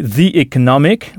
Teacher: economic qui s'écrit bien avec un e au début, mais ce e se prononce i